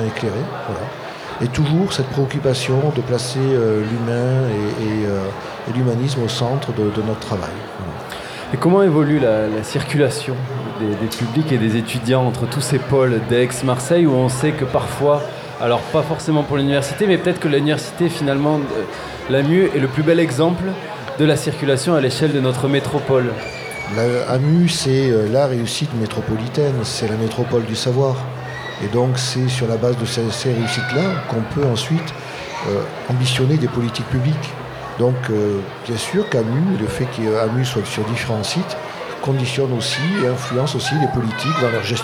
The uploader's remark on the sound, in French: Nous étions en public depuis le Docks des Suds de Marseille, à l’occasion de la Nuit Européenne des chercheur.e.s.